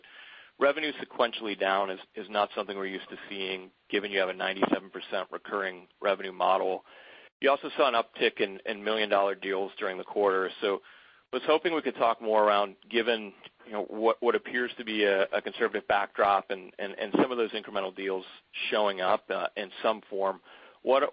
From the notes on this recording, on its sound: Box (BOX) Q1 2020 Earnings Call.